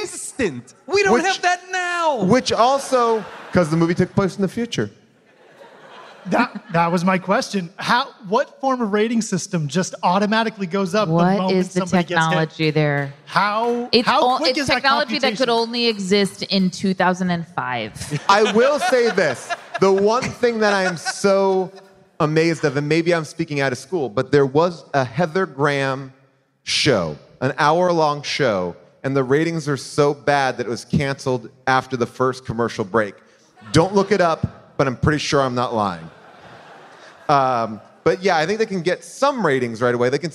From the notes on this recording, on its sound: LIVE from the VETS in Providence, Rhode Island